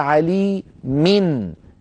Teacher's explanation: نطقت ميما مكسورة بعدها نون ساكنة